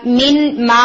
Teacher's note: جیسے for example مین ما میں آپ دیکھیں تو آپ نون بالکل ادا نہیں کریں، نہ نون کا کوئی کوالٹی بول رہے ہیں نہ نون کا مخرج ادا کریں، اور آپ میم کو ڈبل بول رہے ہیں، ٹو ٹائمز بول رہے ہیں · Term: ادغام کامل